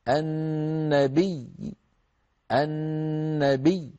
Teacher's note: فيدخل عليها الروم وهو خفض الصوت عند الياء المكسورة